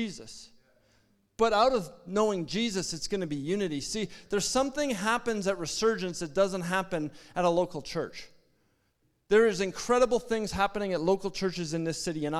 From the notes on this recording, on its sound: At our Edmonton Gathering in September, 2023 at Spruce Grove Community Church.